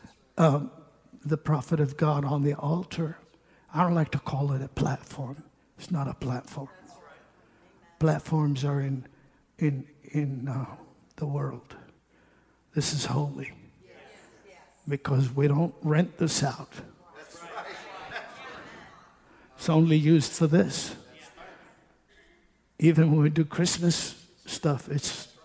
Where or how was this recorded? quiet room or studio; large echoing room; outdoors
large echoing room